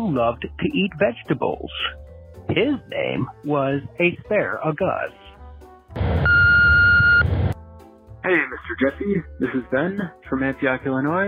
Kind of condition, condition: link, phone line